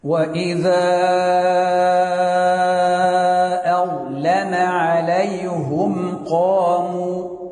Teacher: ولكنه يرقق اللام من أظلم ويضم الهاء من قوله عليهم · تبين الضم في الهاء